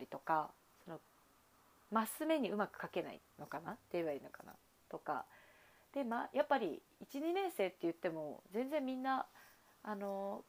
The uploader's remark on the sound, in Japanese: バックミュージック無し。声が小さく録音されてしまったためバックミュージック消しました。